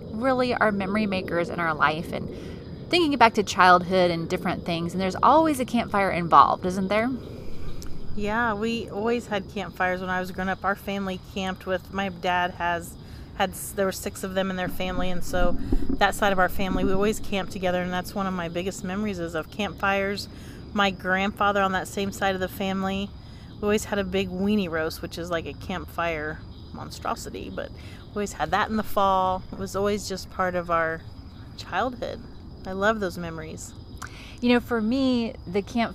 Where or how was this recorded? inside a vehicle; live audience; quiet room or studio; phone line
inside a vehicle